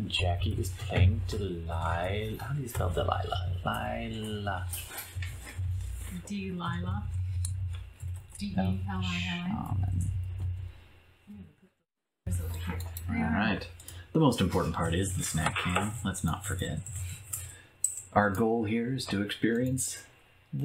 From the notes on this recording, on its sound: Sorry about the echo on the feed, we did eventually fix that but not this episode.